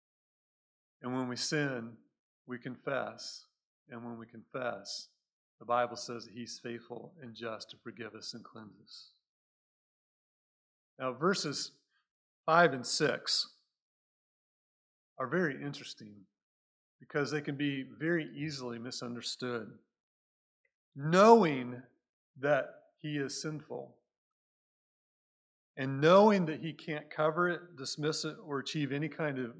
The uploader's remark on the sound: Recorded at Cornerstone Church in Mesa, AZ.